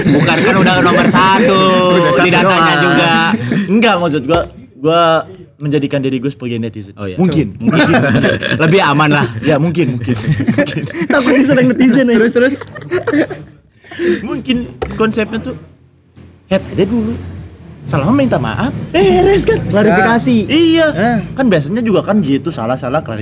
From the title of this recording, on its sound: LIVE FROM SALAKA COFFEE